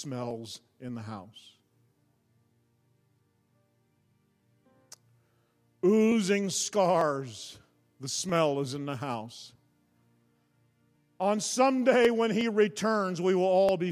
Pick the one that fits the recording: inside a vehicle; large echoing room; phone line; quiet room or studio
large echoing room